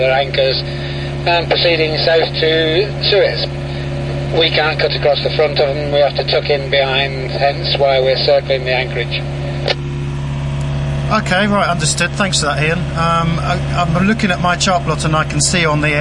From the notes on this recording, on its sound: This is the second of the podcasts recorded whilst transiting the Suez Canal from north to south. In this episode we witness our normally placid pilot lose it when we run over fishing nets...